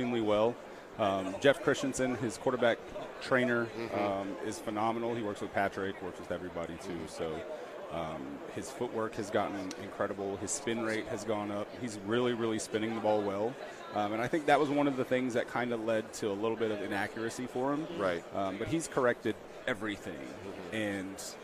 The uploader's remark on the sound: LIVE FROM RADIO ROW in Las Vegas